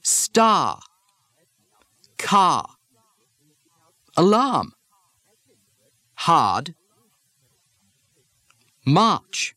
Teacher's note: The AR combination, R, R, becomes ah